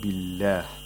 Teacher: In the phrase بالله، the lam of the majestic name of Allah is pronounced with ترقيق، with thinness. Now, the thing with the letter lam is that it is pronounced with ترقيق all the time, except in the majestic name of Allah, under certain conditions.